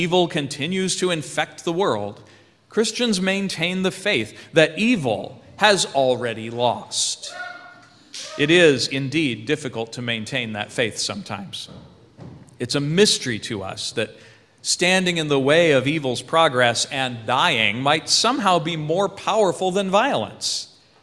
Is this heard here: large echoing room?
yes